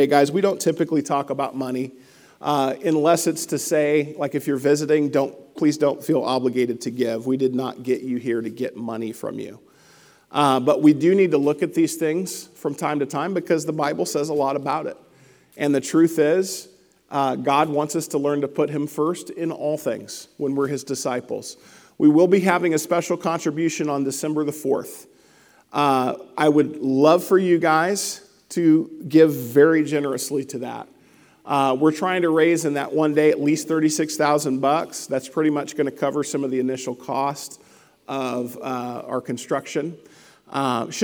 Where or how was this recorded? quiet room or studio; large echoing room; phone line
large echoing room